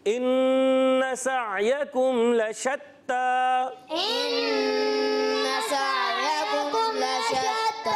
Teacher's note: اور تا مشدد ہے ذرا رک کر ادا کریں گے